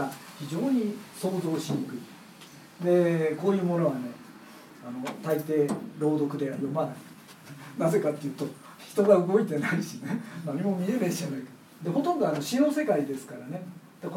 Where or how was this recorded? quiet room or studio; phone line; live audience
live audience